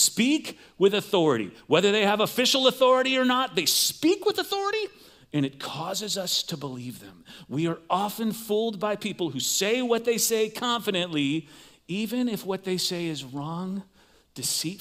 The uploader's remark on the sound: Recorded live at CrossWinds Church on Feb 18th, 2024